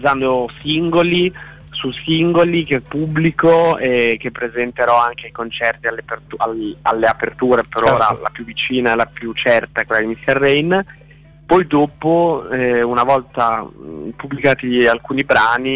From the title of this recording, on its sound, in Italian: INTERVISTA TELEFONICA